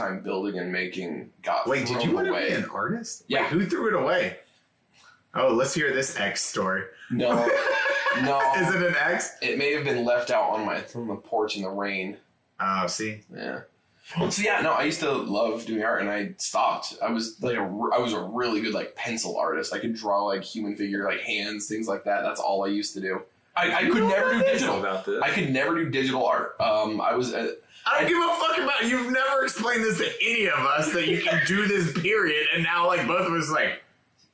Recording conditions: poor sound quality